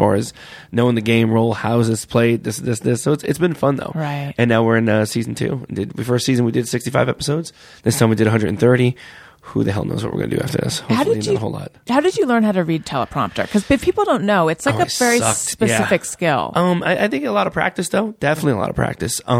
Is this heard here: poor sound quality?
no